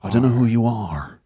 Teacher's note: he's from Northern Ireland, so he sort of rounds the R off.